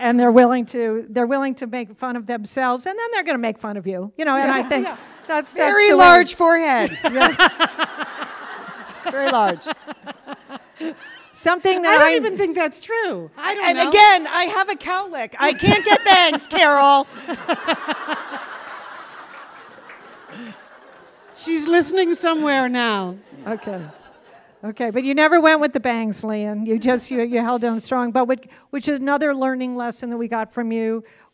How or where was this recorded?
live audience